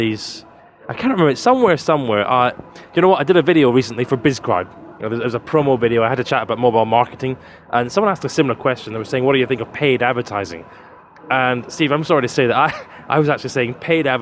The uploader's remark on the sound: This week the team record 'live' from the travel industry's biggest trade show: the World Travel Market. This week the team record 'live' from the travel industry's biggest trade show: the World Travel Market.